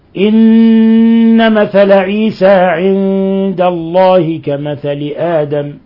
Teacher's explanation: نون مشددة لابد من غنة مقداره حركتين لأن هذا صفته أنه حرف غنة مشدد فإذا لم يغن هذا